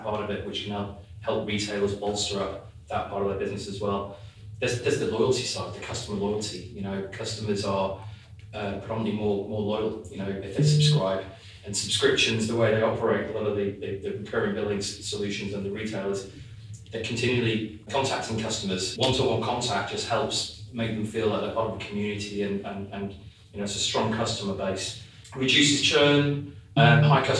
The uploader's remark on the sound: SubX Subscription Economy Podcast - LIVE at SubX World. Recorded on site at the inaugural SubX World conference held in London this May.